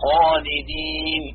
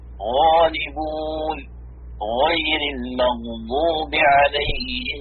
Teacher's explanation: أدنى الحلق أي أقرب الحلق من جهة الفم الغين والخاء